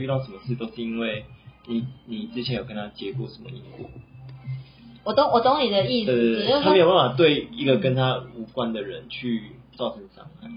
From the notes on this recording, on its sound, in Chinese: 這集因為更新設備，錄製上調整失誤有點雜訊。